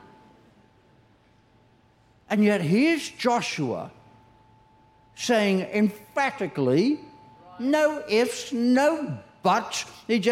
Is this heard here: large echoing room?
yes